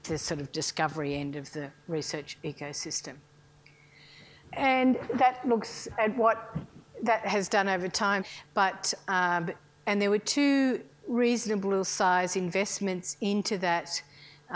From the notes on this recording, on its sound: IFE Grand Challenge Lecture, recorded 25 May 2018 at QUT.